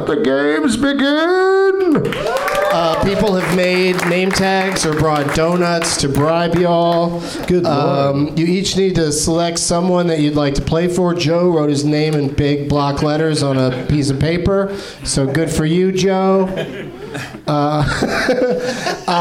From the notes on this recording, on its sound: Live from the NerdMelt Showroom in LA